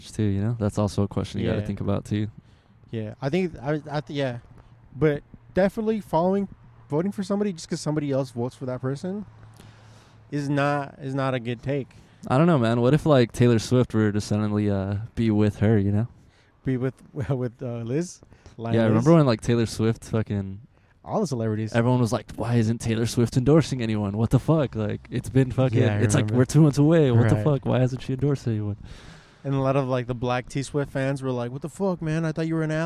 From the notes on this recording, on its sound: pod outside our local World Famous DONUT MAN